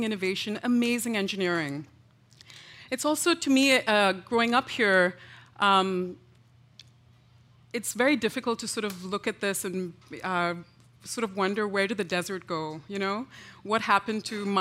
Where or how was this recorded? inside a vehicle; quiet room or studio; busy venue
busy venue